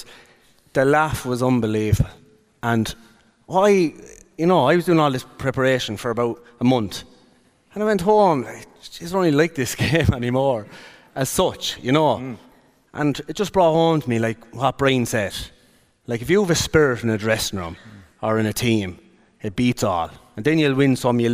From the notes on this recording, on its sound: The Hurling Pod was LIVE in the Bord Gáis Energy Theatre